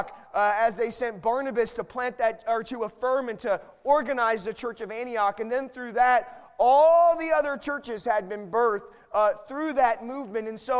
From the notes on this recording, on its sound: Missions conference 2019